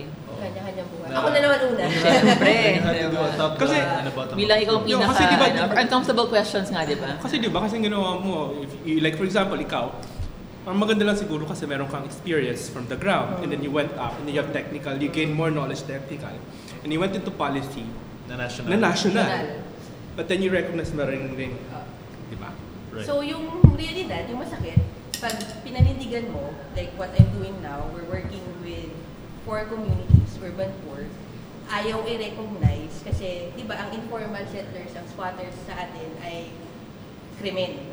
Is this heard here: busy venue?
yes